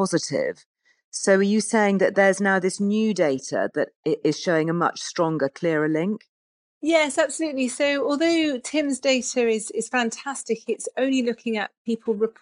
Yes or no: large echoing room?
no